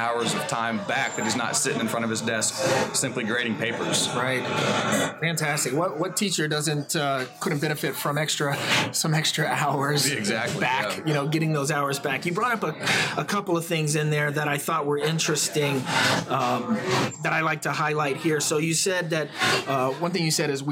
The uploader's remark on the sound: We apologize for the noise on this episode, but Hurricane Irma forced us to improvise and record at a local Starbucks.